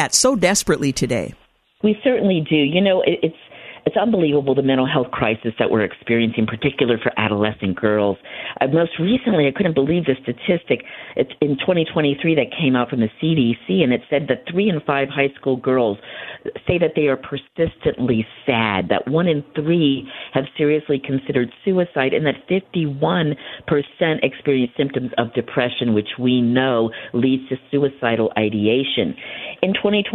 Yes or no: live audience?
no